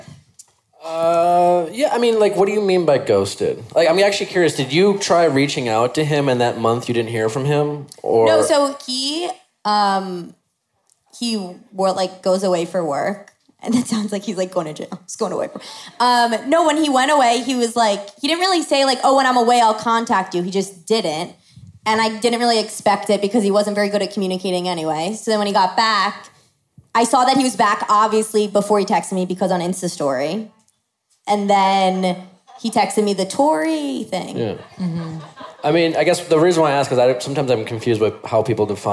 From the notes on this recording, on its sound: Live Podcast at Bowery Ballroom.